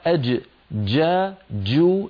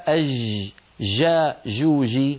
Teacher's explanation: الجيم الفصيحة أج جا جو جيم، صوتها محبوس · Shown in: first take